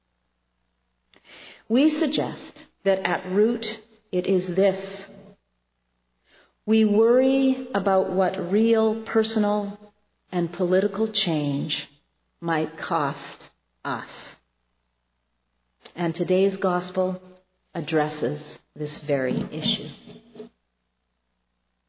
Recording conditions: large echoing room